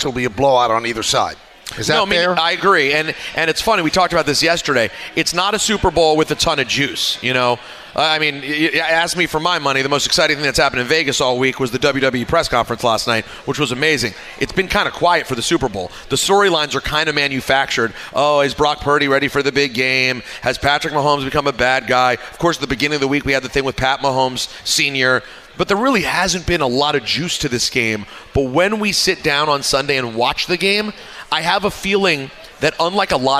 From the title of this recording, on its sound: LIVE from Plattduetsche Park